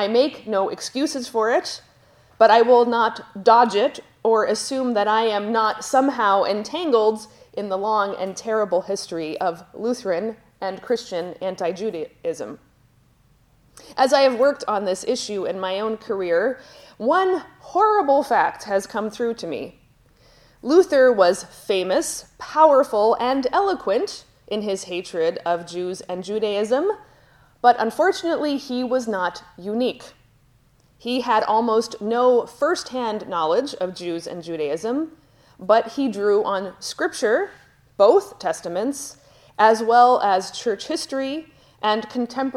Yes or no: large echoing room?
yes